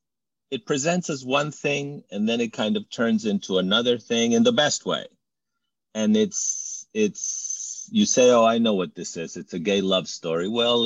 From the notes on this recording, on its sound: in a spoiler-filled virtual Q&A